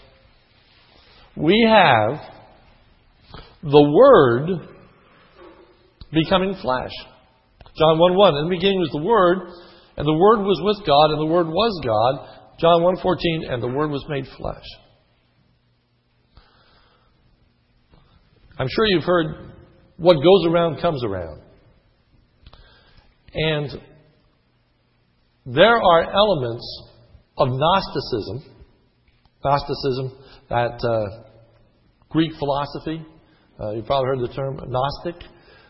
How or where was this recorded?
large echoing room